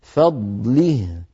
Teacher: فضله، هذه الكلمة أيضا بحاجة إلى مزيد عناية، فيها ضاد ساكنة، علينا أن نعطي الضاد حقها من الاستعلاء والإطباق والتفخيم والرخاوة والاستطالة